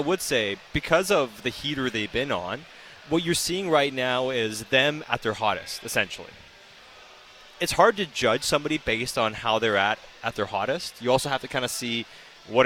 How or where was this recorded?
busy venue